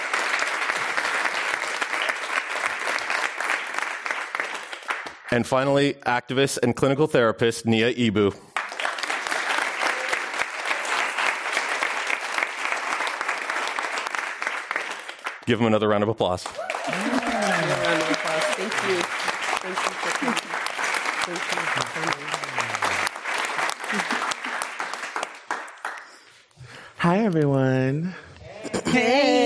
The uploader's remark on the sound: This program was recorded in front of a live audience at The Commonwealth Club of California in San Francisco on October 25th, 2019.